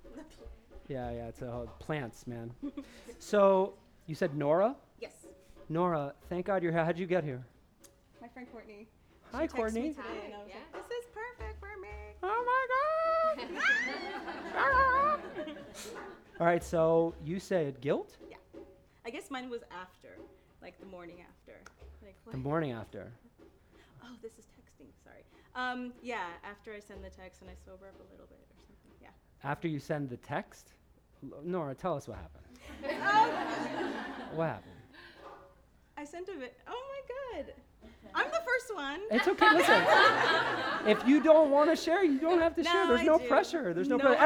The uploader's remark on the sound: Recorded at the touchpoint town hall in NYC on September 11, 2018 at The Assemblage Nomad.